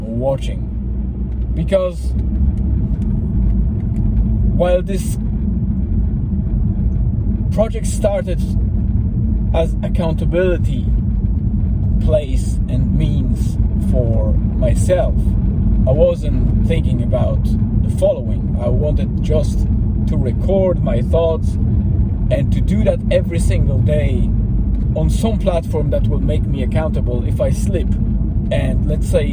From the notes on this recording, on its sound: I have recorded it on my way to (in)famous Eany Water, just before the sunset, to calm my body and mind, with a companion of river noise and the ambience of the forest.